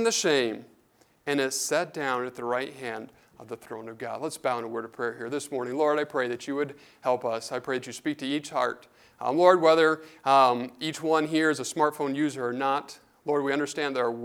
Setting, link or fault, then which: setting, large echoing room